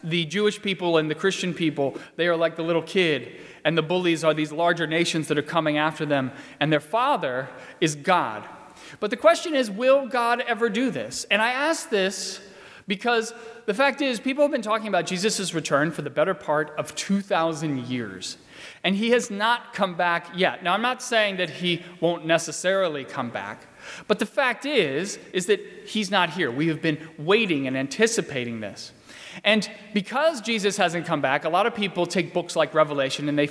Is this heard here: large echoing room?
yes